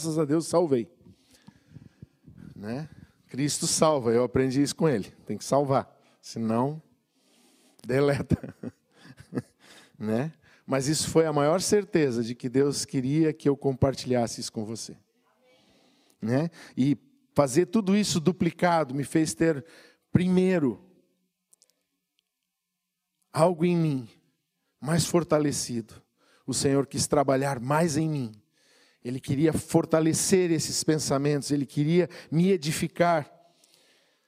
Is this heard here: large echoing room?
yes